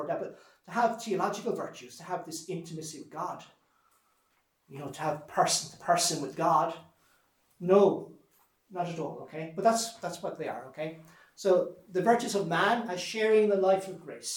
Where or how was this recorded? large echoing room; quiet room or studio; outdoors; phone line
large echoing room